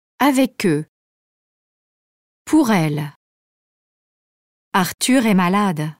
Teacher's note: On enchaîne le son consonantique de la fin d'un mot et le son vocalique qui commence le mot suivant. Entre un mot qui finit par une consonne prononcée et la voyelle qui commence le mot suivant. · Term: enchaînements consonantiques